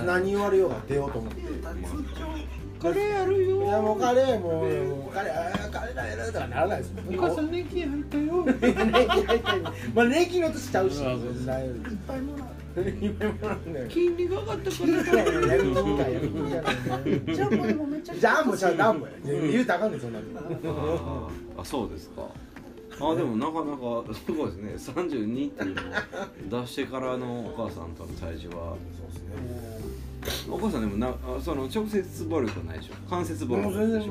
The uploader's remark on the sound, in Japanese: 神戸、SPACE DOG!RECORD(お店)より。